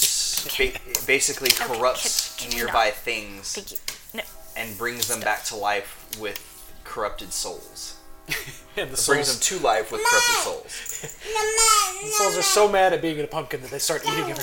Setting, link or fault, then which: fault, sounds in the background